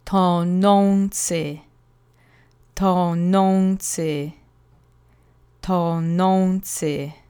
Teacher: Three syllables. The accent goes on the middle syllable, the penultimate syllable, as usual.